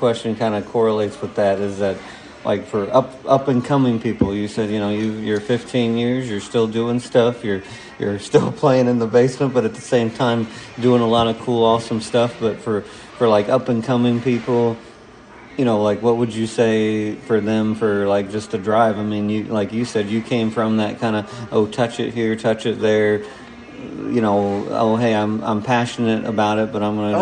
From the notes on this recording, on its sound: Live from down home pub!